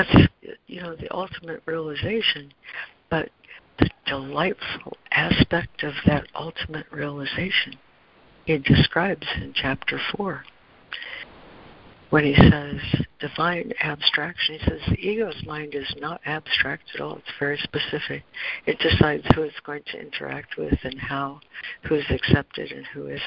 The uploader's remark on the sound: ACIM Daily Conference Call